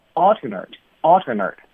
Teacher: 那如果是形容词的话呢？这个 a 就要发成 er 的音